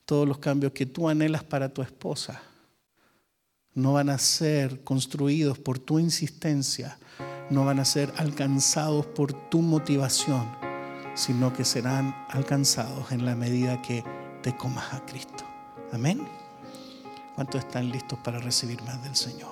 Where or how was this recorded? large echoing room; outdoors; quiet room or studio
large echoing room